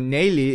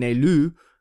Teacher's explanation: all the vowels are front and unrounded. So your mouth assumes the same shape for the entire word. · Shown in: first take